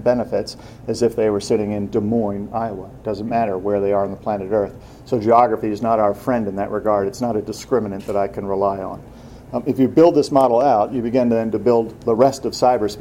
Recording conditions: live audience